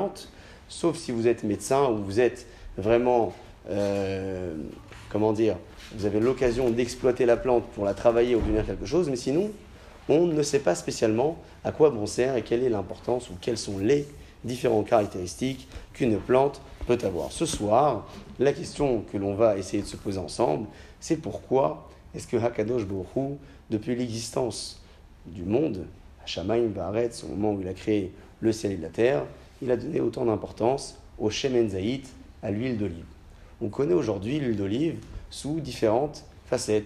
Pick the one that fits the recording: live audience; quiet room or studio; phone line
live audience